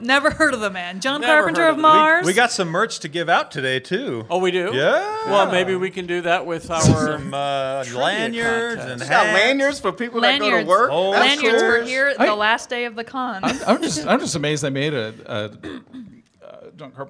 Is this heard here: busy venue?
yes